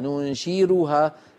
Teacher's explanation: إن قرأت لورش تقرأها بالراء وترققها، ننشيرها بحسب قاعدة ورش في تفخيم وترقيق الراءات، له قواعد تختلف عن قواعد بقية القراء.